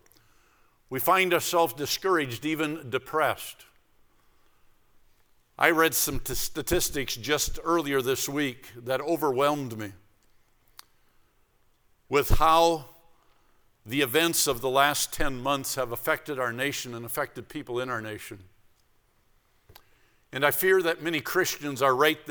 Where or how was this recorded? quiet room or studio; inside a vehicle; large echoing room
large echoing room